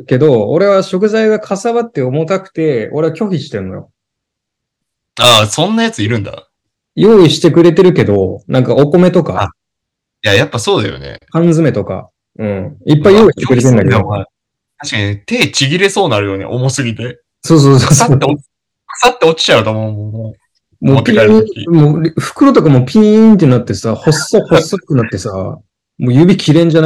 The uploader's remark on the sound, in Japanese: 今回は諸事情によりリモートでの収録です！聞こえづらくてすみません！